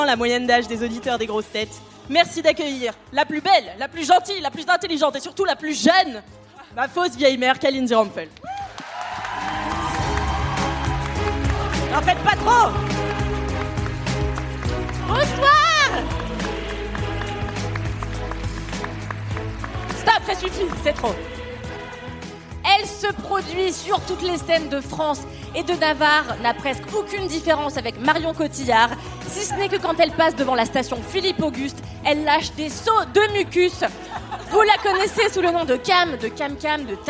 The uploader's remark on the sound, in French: LIVE au Paris Podcast Festival. Merci au Paris Podcast Festival pour cet accueil, et à vous, public, d'avoir ri à nos blagues en direct.